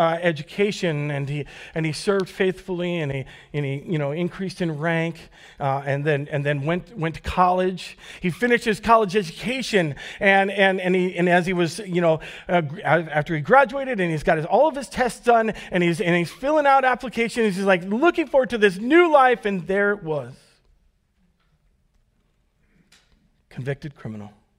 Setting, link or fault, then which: setting, large echoing room